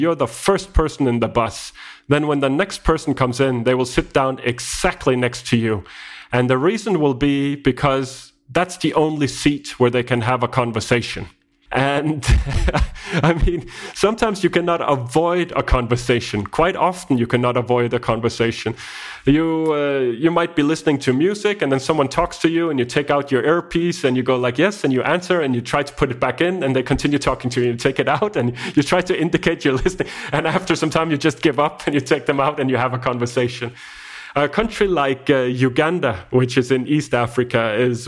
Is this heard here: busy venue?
no